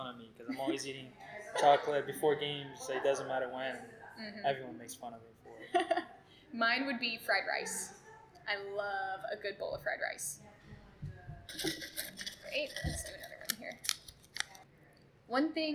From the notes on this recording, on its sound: This episode was recorded at Cadence Coffee Co. This episode was recorded at Cadence Coffee Co.